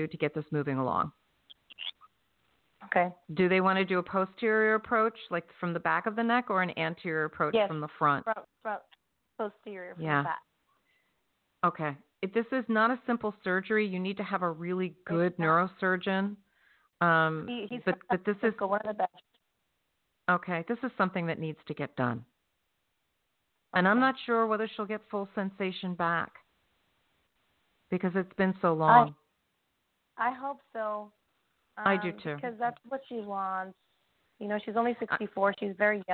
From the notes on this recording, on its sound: In response to callers' questions.